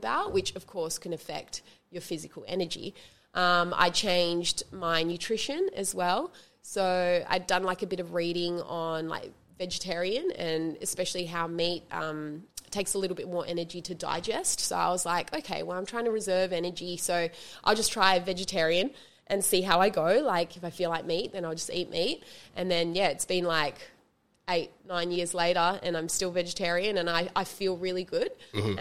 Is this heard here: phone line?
no